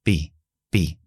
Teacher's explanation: Misma tonalidad, misma calidad, menos longitud. Pi, pi. Última parte, y corta. · Term: i larga acortada